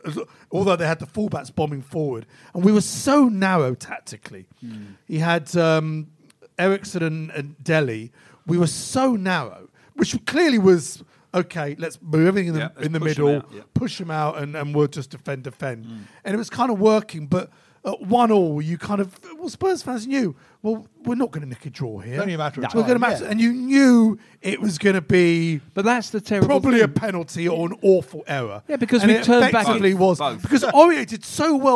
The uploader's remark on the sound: live recording from Central London